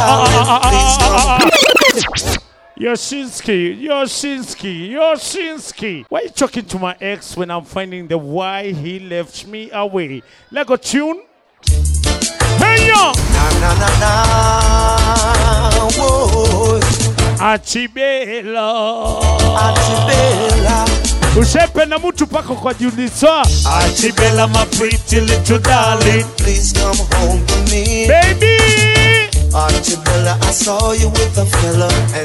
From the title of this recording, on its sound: Live at Blend Nairobi